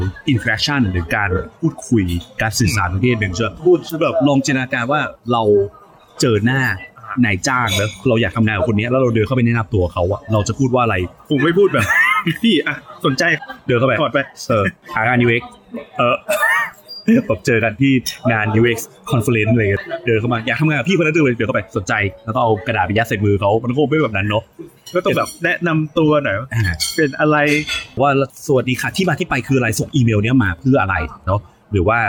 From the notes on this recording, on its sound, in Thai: Ep นี้ไปอัดกันนอกสถานที่ เสียงรบกวนอาจจะดังพอสมควรครับ ต้องขออภัยไว้ก่อนนะครับ